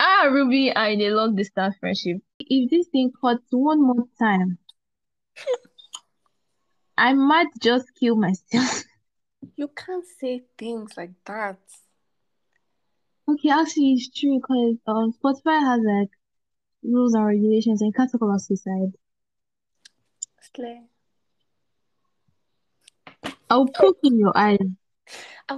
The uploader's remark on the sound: This episode has been pre-recorded and has been marinating on my laptop for over a month now. The audio is a bit scratchy and it's really irking me but it's apparently a problem with the platform to record so i can't do anything about it.